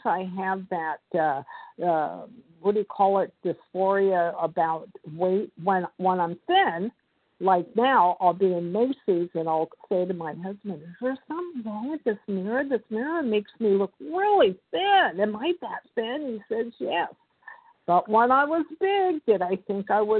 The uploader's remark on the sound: 100 Pounders Phone Meeting, 8/3/23